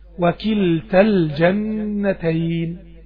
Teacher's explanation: انت ما سمعتش ألف، لما اجي اقرأ ما بقولش وكلتا الجنتين، لا، الألف بتاعت كلتا بتحذف عند الوصل · Term: ألف كلتا